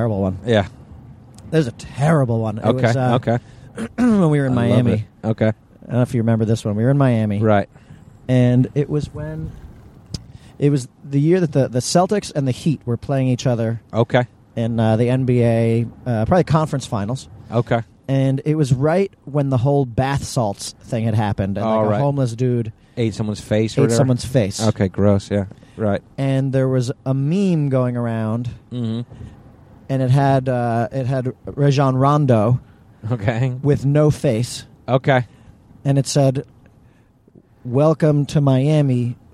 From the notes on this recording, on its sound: It's a carcast!